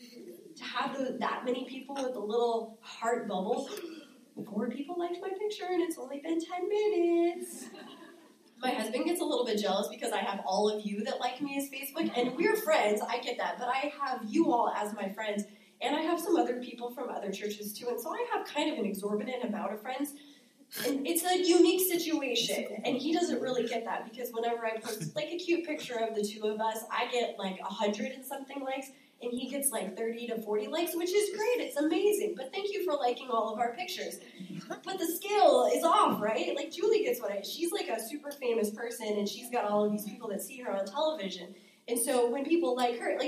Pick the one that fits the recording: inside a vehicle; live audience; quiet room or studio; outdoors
live audience